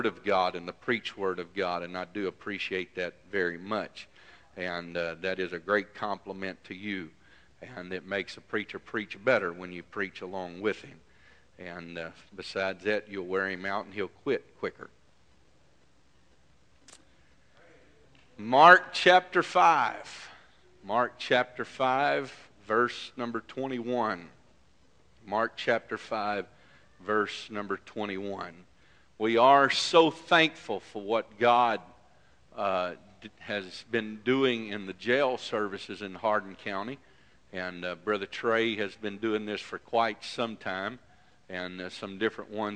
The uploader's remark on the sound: This message is broadcast live from First Pentecotal Church in Silsbee Texas.